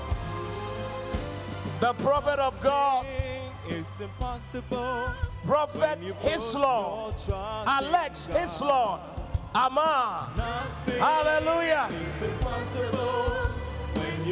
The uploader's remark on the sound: Preached at The Qodesh